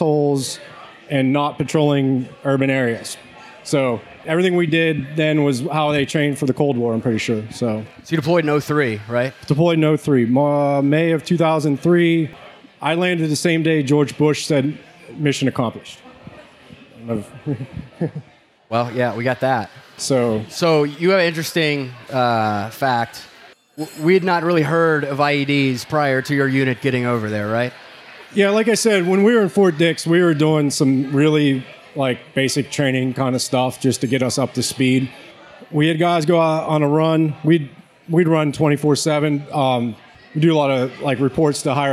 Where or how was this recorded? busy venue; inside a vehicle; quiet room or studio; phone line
busy venue